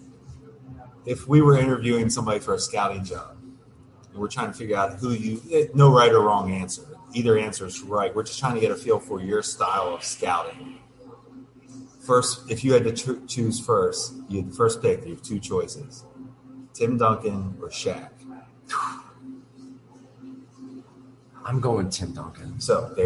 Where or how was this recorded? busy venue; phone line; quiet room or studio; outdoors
busy venue